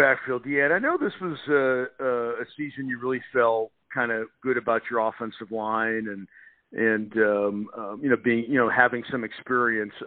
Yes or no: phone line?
yes